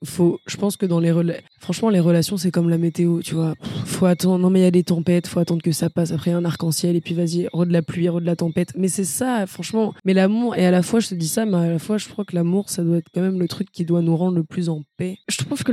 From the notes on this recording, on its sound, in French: On a totalement improvisé, on a pris les micros (en extérieur d'ailleurs, pardon pour les bruits de fond) et on a débité sans limite.